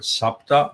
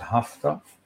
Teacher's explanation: the changeover from S to H. This you find in Iranian. For example, in Sanskrit, you have the word sapta, seven.